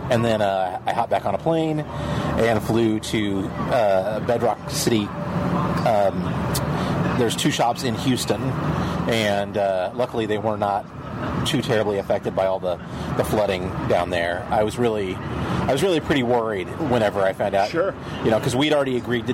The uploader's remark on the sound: Live from Downtown Chicago's scenic Riverwalk